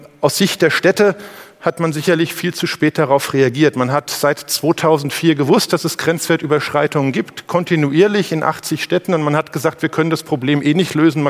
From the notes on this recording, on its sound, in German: Beim auto motor und sport Kongress 2019.